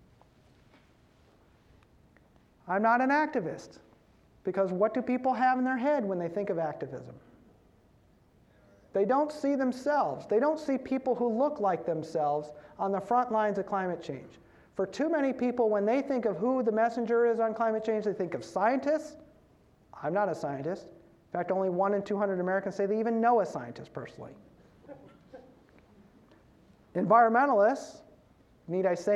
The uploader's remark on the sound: As part of the University of Washington Graduate School program BUNK: The Information Series on October 30 at UW’s Kane Hall.